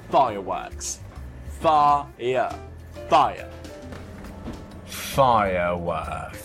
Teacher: The southern English accent is non-rhotic, meaning the R's are not often pronounced.